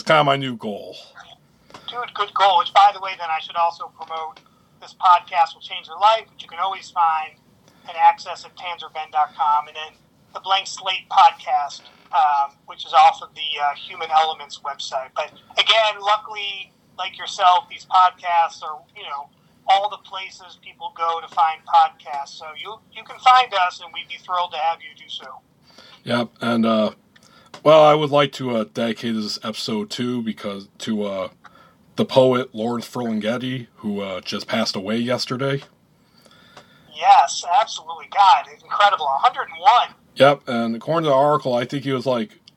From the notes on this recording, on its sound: Recorded via phone in Grand Rapids, Michigan, and Chicago.